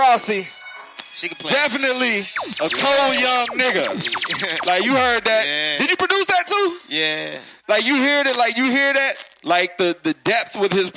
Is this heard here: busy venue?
yes